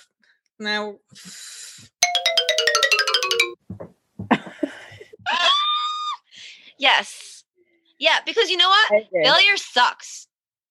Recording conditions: video call